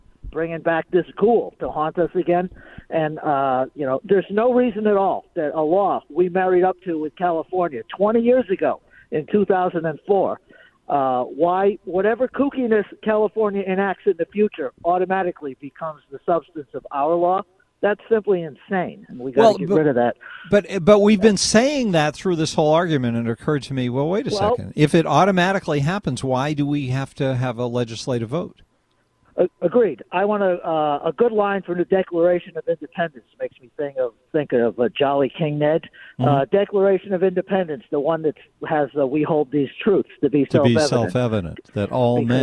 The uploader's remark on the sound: we take phone calls - for the entire hour!